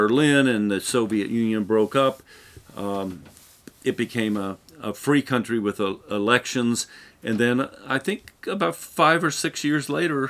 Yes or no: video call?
no